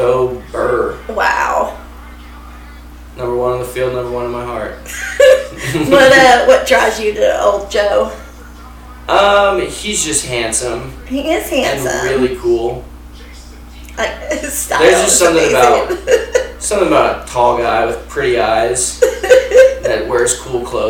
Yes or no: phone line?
no